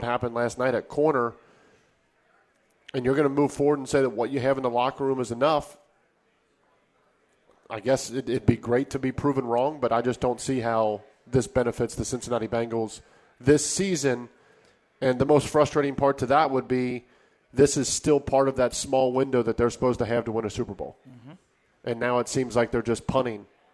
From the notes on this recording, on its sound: live from Twin Peaks in West Chester